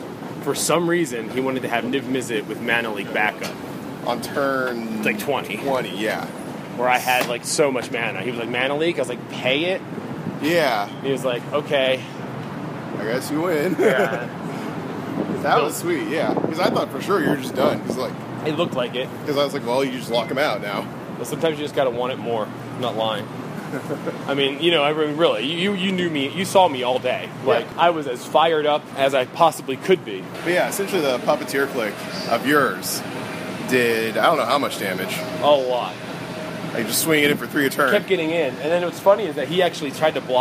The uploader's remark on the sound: record on the street, Top 8 Magic style, in Vegas